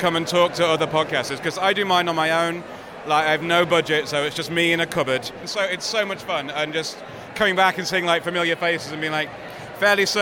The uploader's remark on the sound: Were live at Saturday's British Podcast Awards in London, talking to the winners and audio industry execs.